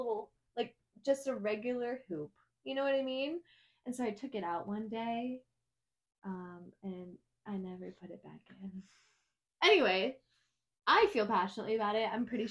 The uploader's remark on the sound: Sorry again for any bad audio, we are working hard to get things on track!